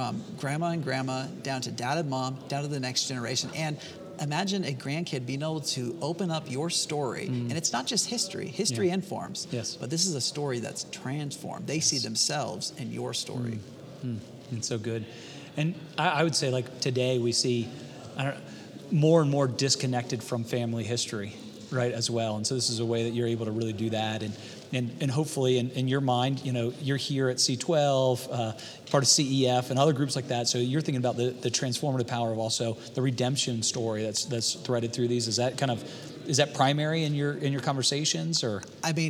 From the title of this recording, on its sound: Live from C12